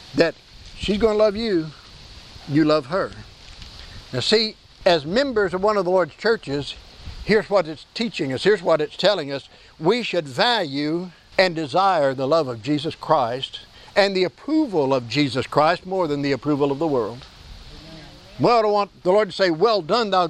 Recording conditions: wind noise